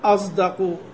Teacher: إذا سكنت الصاد وبعدها دال نطقت بالصاد المشمة صوت الزاي